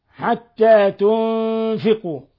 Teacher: نون ساكنة جاء بعد حرف الفاء الحكم التجويدي إخفاء حقيقي